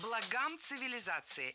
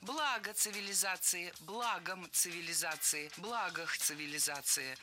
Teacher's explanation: И при склонении ударение сохраняется на первом слоге · Shown in: second take